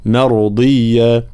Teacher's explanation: كلمة مرضية مرققة، ثم الراء هنا ساكنة مسبوقة بفتح فإننا نفخمها